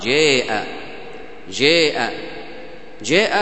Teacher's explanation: الإمالة أن يجعل الفتحة تميل إلى الياء، أقرب إلى الياء، ليست ياء، فالإمالة هي وسط، ليست فتحة خالصة وليست كسرة خالصة، ليس مد بالألف خالص وليس مد بالياء خالص.